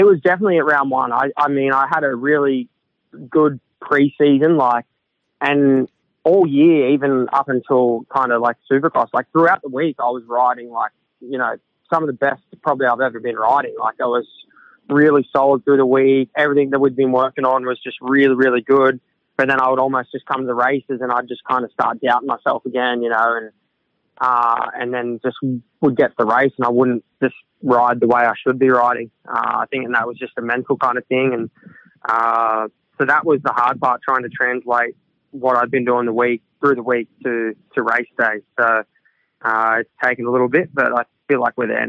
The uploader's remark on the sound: Will be on the phone. We also have a pre-record.